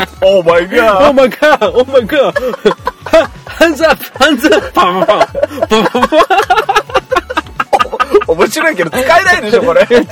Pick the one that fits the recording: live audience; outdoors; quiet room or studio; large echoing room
outdoors